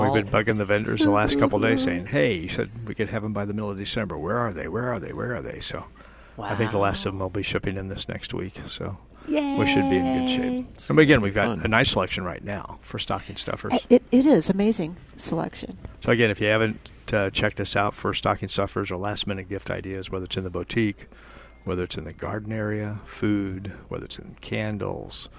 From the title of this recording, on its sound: Live at Prairie Gardens